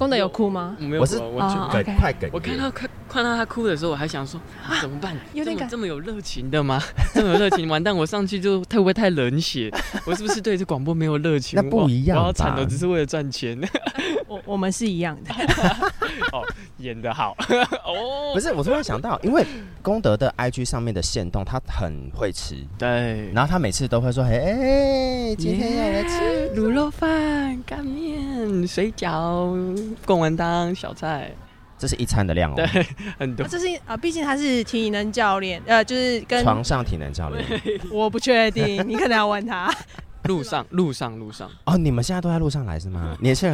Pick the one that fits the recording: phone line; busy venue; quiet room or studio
busy venue